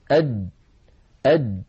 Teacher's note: ومن صفاته أنه شديد يعني لا يجري معه صوت، أد فلو قلنا أد نجد بأن المخرج ينقفل تماما، مخرج الجيم من هنا من وسط اللسان وليس من طرف اللسان، من وسطه هنا.